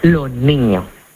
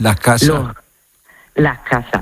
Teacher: en lugar de pronunciarla con la S, lo que hacemos es aspirarla · Term: S aspirada